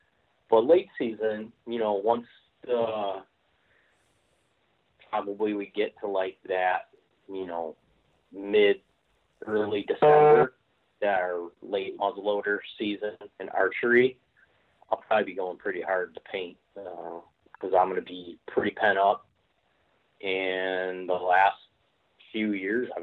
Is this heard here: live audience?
no